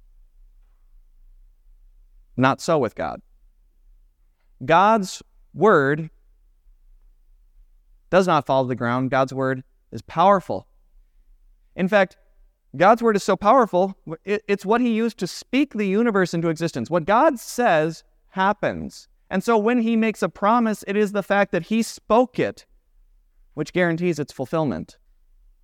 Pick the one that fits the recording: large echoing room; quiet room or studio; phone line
large echoing room